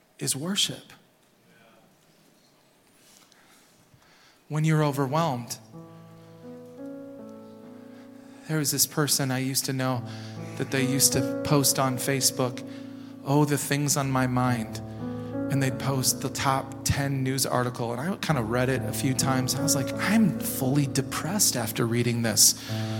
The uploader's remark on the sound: Recorded at Hope Church in Springfield, MO.